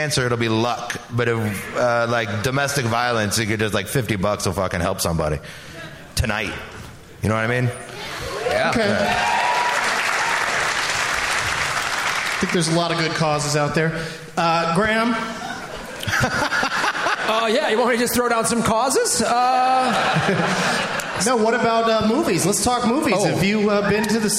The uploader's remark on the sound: Live from the Woman's Club of Minneapolis